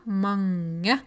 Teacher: Det er veldig mange som sier da mange, mange, fordi de klarer ikke å si ng-lyd. Det er en nasal lyd. · Hvis du gjør det, hvis du holder oppå nesa di og klemmer litt Mange. Da kjenner du at det vibrerer i nesa.